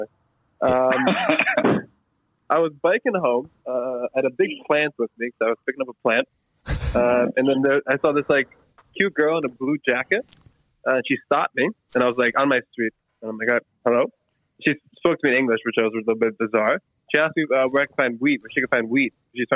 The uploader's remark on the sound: After a downright rigamarole of technological schizophrenics. Call in from London and Berlin. A pan-European discussion.